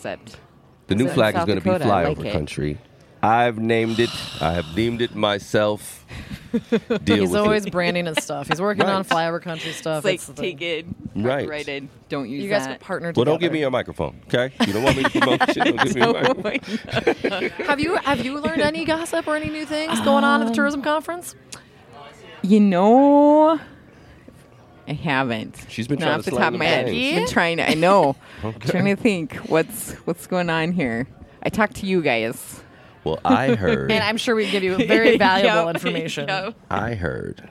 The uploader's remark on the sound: LIVE From Pierre 2020. The 605 Show is back in Pierre for the annual Governor’s Conference on Tourism.